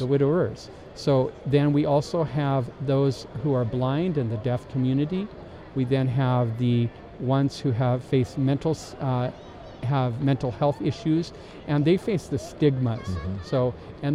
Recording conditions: busy venue